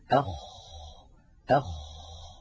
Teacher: من أولى صفاته أنه مهموس، يعني يجري معه النفس، أخ، فلا بد من إجراء هذا الهمس الذي هو جريان النفس.